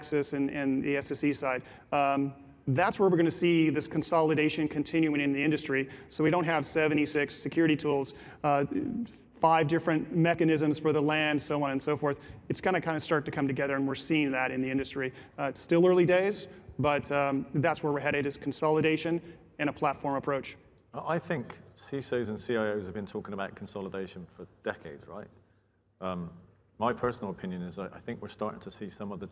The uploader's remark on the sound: This #podcast is a recording of that event.